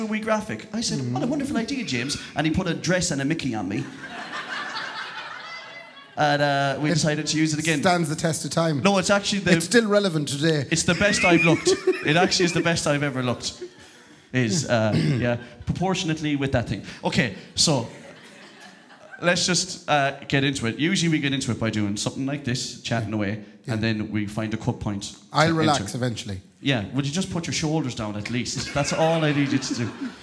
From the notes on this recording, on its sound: live at Anderson’s Tremendous Events Centre